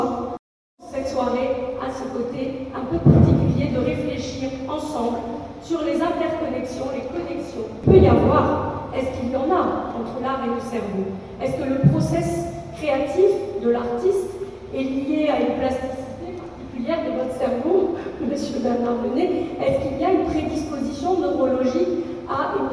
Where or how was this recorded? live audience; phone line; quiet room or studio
live audience